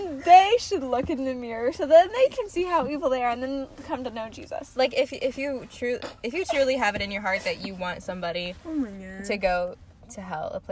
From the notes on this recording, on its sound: Welcome to Cozy Convos in the Car!